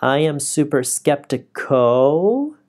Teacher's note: 为什么我们这里的音调要上升呢？就是因为我们要表示我们的话还没有说完，就想抓住他们的注意力，所以他们会继续听下去我们的下文。So one more time，这里应该是 I am super skeptical，稍微的上去，然后就继续说 But I am very open in giving this a good fighting chance。